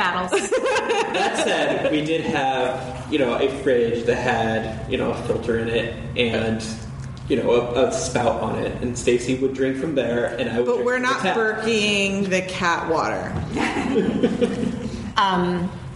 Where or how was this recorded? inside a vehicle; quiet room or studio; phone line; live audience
live audience